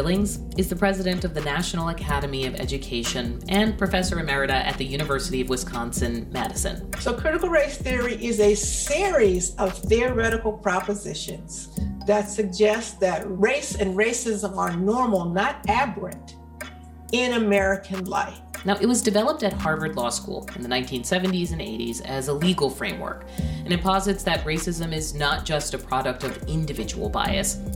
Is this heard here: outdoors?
no